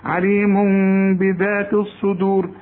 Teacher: فوقها ميم، يعني الميم فوقها ميم، لأن عليم تنوين بيقول لي التنوين ده اقلبه إلى ميم وبعدين اخفيه لأنه بعد التنوين باء